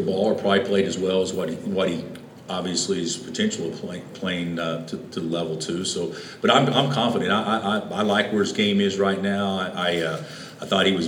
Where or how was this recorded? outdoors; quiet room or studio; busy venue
busy venue